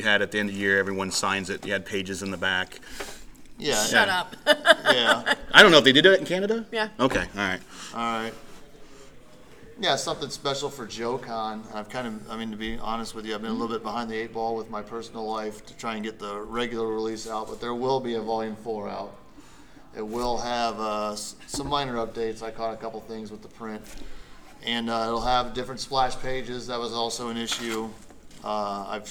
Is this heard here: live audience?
yes